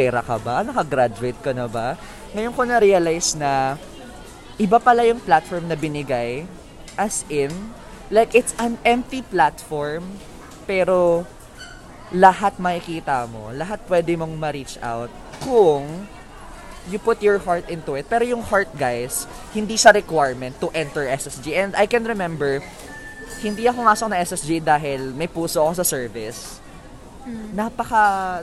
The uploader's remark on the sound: We recorded this episode while we are having lunch in Mcdonald's!